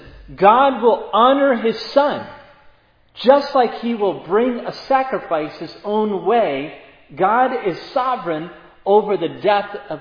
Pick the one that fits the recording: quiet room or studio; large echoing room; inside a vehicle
large echoing room